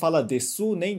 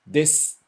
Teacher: A gente não pronuncia o U. · Shown in: second take · Então, na prática, é como está aqui do lado, a gente só pronuncia até o S.